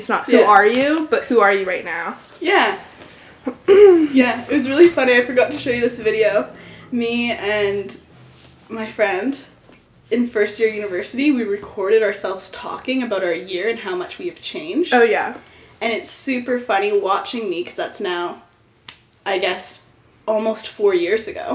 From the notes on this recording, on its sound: I do apologize for any weird audio quality or sound pick up that is not necessary